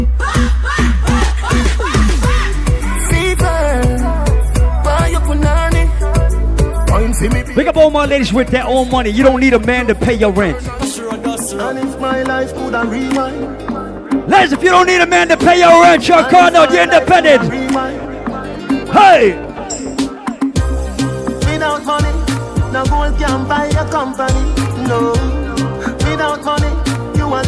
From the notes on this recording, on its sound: LIVE PARTY AUDIO. AT CLUB DUBAI IN QUEENS, NYC.